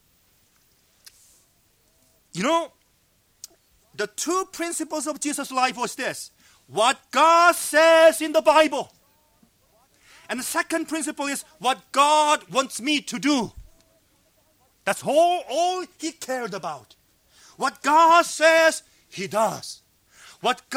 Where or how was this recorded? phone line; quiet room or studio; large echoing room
large echoing room